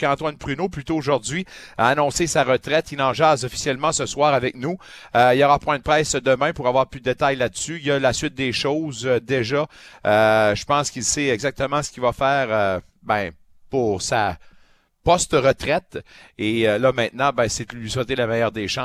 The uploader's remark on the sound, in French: En direct du parc Lansdowne pour le 1er match de la série Olympiques-67’s.